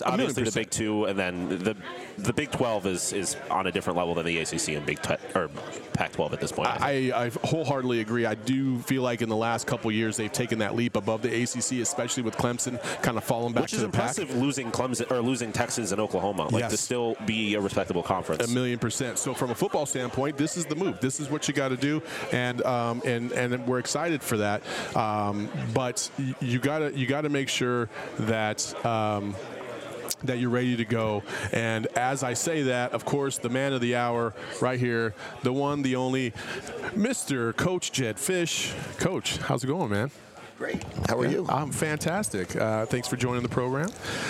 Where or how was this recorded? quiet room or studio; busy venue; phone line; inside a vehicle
busy venue